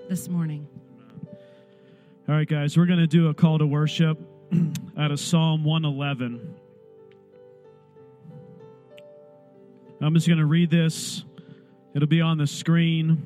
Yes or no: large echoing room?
yes